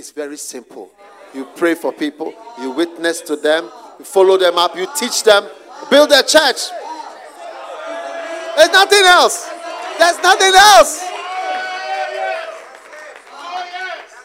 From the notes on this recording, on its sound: Preached at the Use It or Lose It Camp, USA.